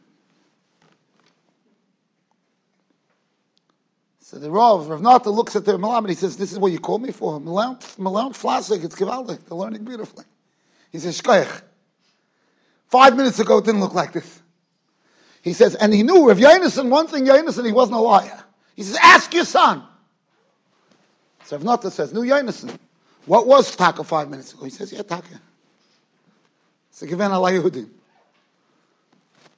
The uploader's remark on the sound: Shiur recorded in Yeshivas Ohr Reuven, Monsey, NY.